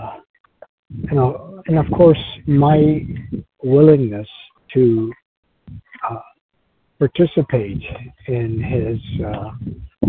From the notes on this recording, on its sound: 100 Pounders Phone Meeting